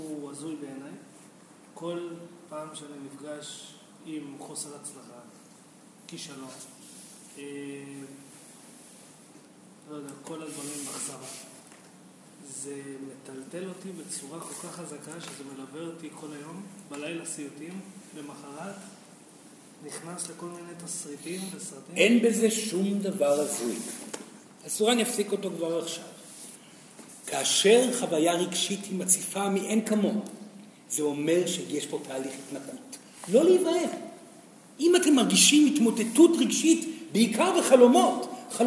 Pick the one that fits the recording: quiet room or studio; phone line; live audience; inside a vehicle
live audience